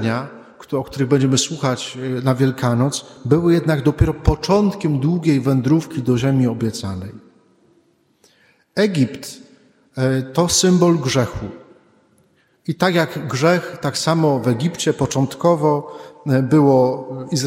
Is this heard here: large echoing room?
yes